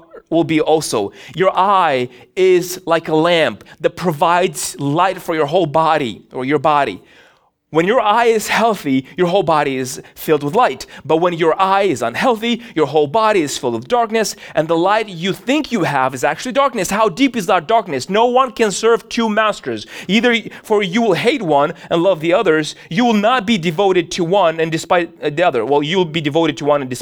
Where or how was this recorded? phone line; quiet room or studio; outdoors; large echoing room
large echoing room